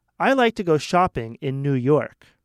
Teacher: New York is emphasized because that is where you like to go shopping